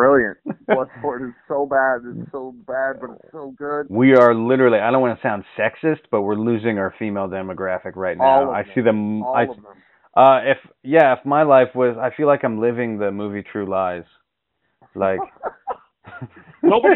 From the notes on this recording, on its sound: PHONE INTERVIEW.